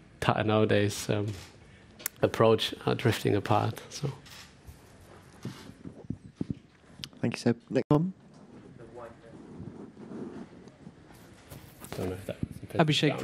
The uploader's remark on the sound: Canada Sunday Post-Race Press Conference.